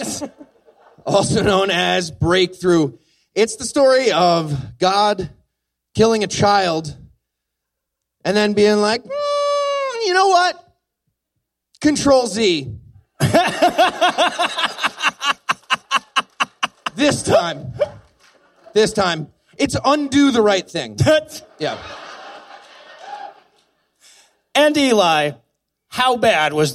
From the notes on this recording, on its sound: Live from the American Atheist Conference in Cincinnati. We team up live in Cincinnati, Ohio from the American Atheist Conference.